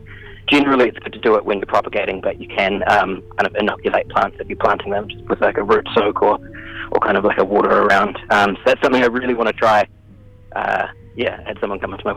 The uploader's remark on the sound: phones up to chat